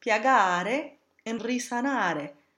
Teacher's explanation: this regular ARE verb ending has a long A vowel because it's only followed by one consonant in the infinitive. This is not affected when we attach the personal pronoun onto the end of the word.